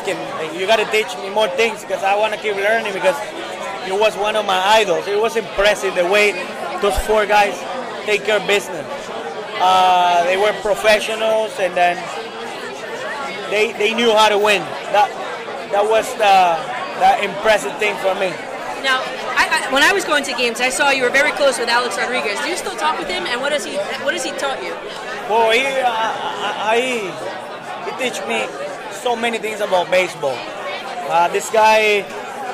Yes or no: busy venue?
yes